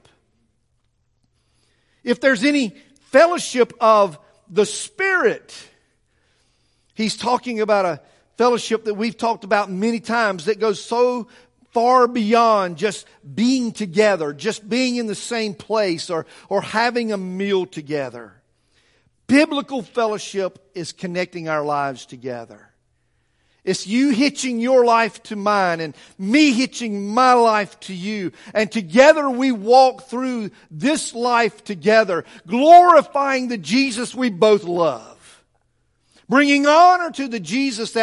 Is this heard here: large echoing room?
yes